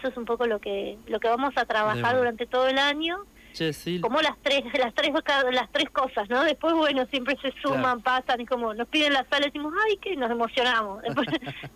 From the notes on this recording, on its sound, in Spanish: En comunicación telefónica con CTNR.